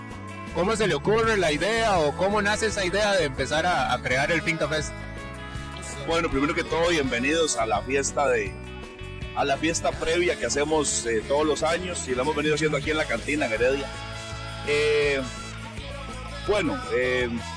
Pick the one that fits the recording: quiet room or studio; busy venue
busy venue